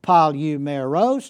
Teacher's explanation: four syllables in each word, the first three syllables with a short vowel, the fourth syllable with a long vowel · Term: short, short, short, long